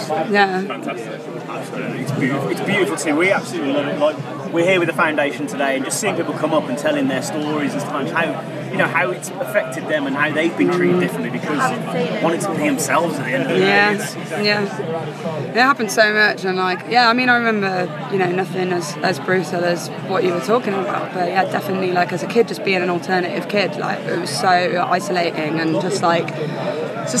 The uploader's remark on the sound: Live from 2000 Trees 2023